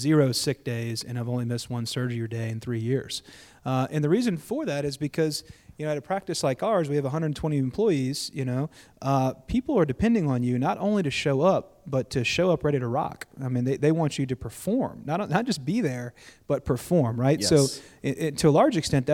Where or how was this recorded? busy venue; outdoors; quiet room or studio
busy venue